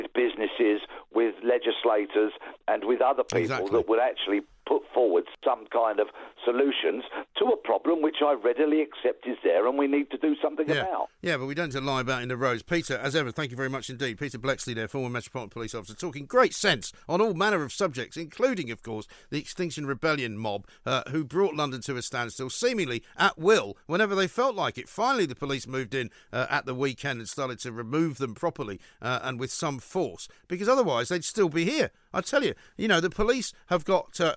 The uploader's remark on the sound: we take your calls